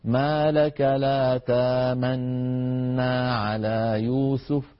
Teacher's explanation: يعني بإدغام النون في النون من غير لا إشمام ولا شيء